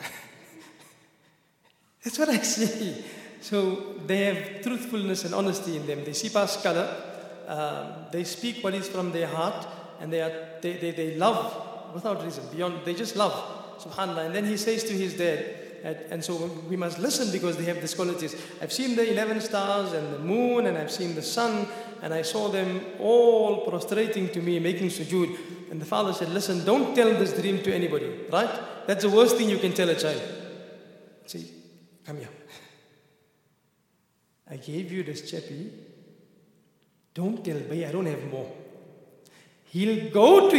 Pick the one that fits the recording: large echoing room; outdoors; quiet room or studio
large echoing room